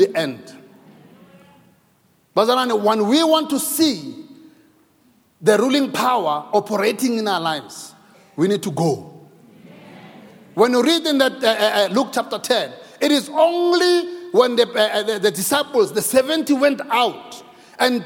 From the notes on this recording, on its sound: preached at Grace Bible Church Pimville on the 29th of May 2022 at the 9am Service